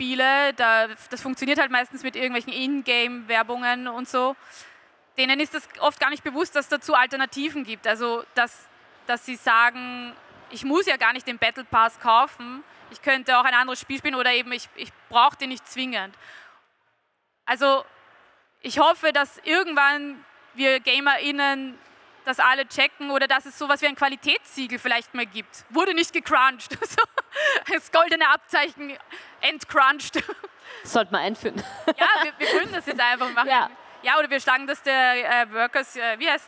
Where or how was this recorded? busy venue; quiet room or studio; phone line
busy venue